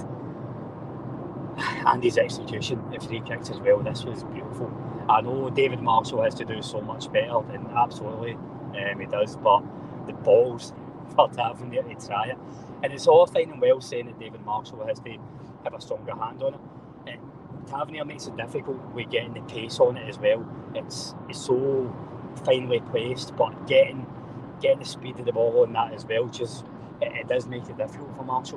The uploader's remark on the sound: Live from the M8 as they cover two games in one day!